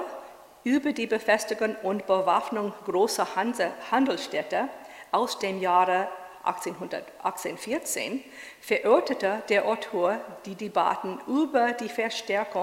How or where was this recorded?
live audience